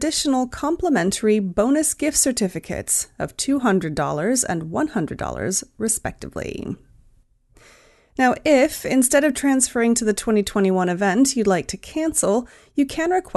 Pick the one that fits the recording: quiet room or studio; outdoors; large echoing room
quiet room or studio